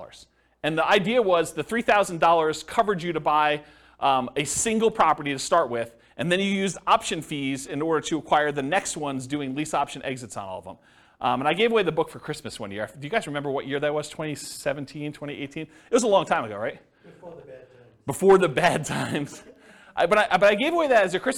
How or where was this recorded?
live audience